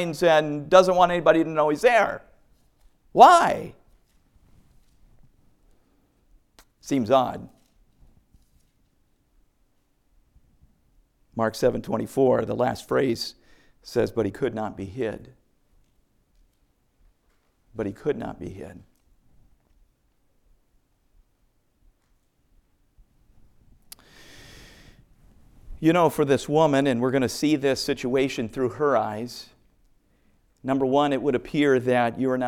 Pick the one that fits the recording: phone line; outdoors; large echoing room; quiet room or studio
large echoing room